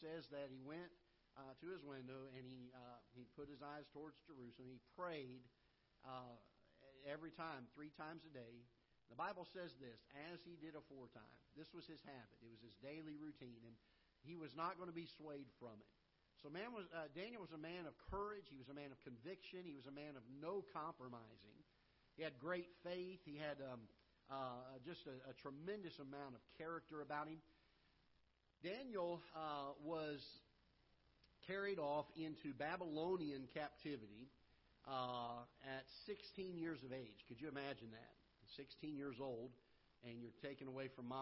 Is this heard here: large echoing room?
yes